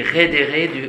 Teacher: Vous voyez, du coup, en effet, ici, redere, les deux D font que ça fait un E ouvert, hein, un E.